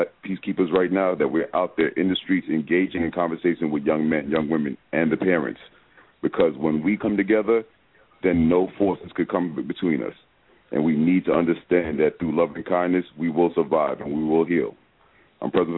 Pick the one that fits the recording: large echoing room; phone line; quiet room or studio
phone line